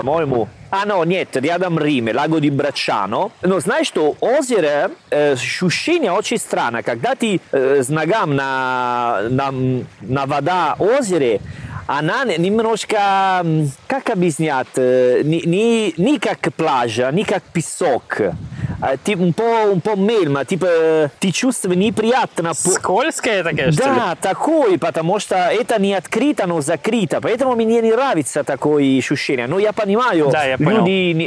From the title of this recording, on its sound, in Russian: Записываем самый летний эпизод подкаста. Прямо на берегу моря